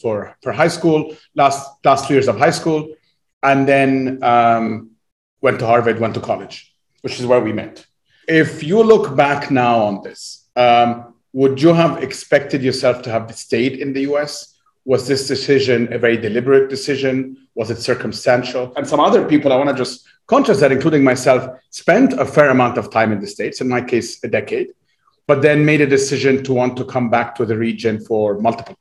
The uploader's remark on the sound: Via Zoom in Silicon Valley.